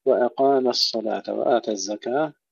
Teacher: ترقيق الميم قبل تفخيم الصاد